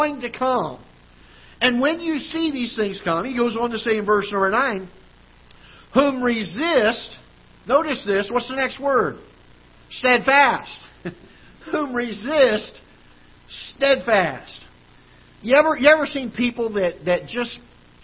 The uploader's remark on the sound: Ketha Heights Baptist Church ~ Live Broadcast